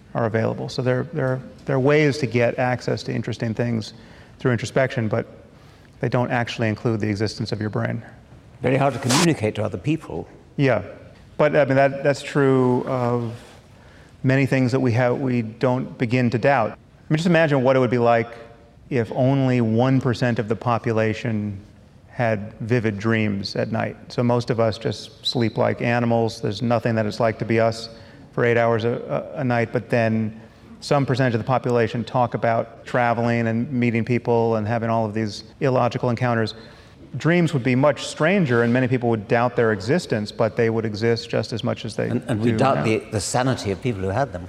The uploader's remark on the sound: at a live event in Los Angeles (second of two).